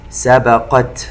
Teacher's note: التاء الساكنة هي من أحرف الهمس فيتحرك النفس